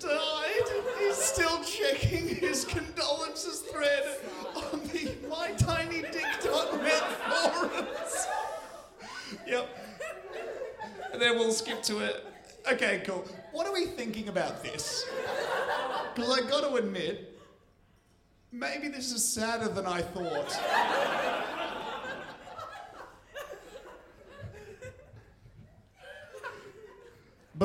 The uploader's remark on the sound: MELBN LIVE SHOW. This is our live episode from Melbourne.